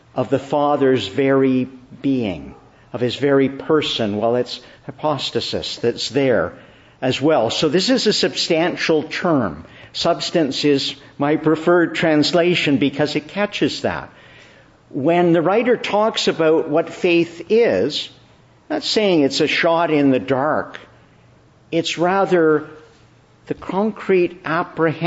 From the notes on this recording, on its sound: Morning Service. Preached in the Church of the Annunciation of the Blessed Virgin Mary, Ottawa.